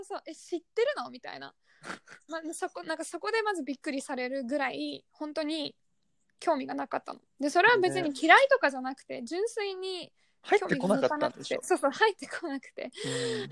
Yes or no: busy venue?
no